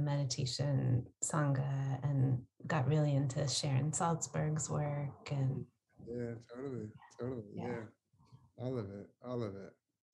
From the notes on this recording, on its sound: Recorded over Zoom